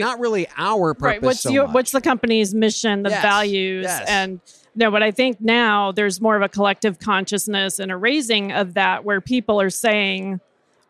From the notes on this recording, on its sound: Live from TA Week at the Qualifi booth